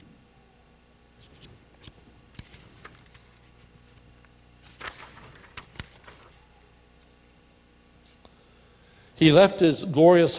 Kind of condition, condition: setting, large echoing room